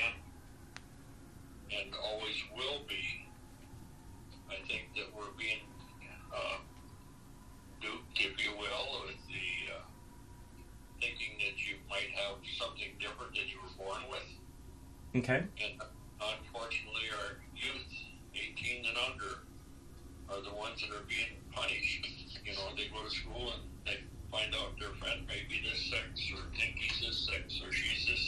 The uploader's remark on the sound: Sorry for the rough sound quality. Over the phone is sometimes hard!